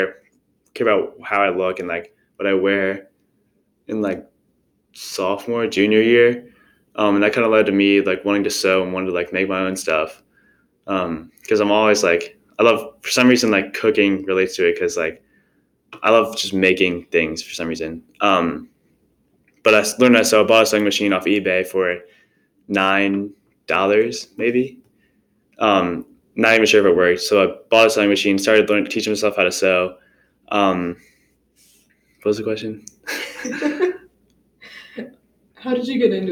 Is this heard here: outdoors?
no